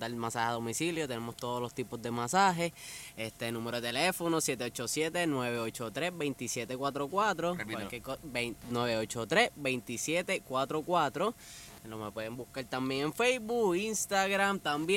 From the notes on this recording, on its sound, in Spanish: Grabamos en la antesala de un ensayo. Pero terminamos haciendo un roadtrip de barras riopiedrenses.